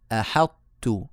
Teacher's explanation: حاء مرققة بعدها حرف مفخم كبير مطبق مستعلي وهو حرف الطاء فقد تتأثر الحاء بقوة الحرف الذي بعدها فوجب التنبيه فصار النطق